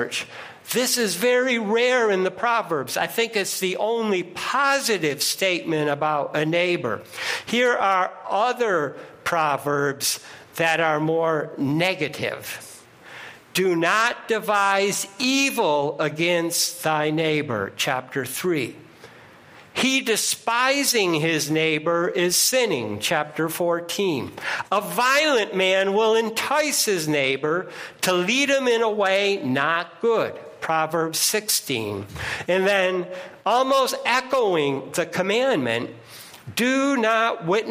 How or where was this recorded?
large echoing room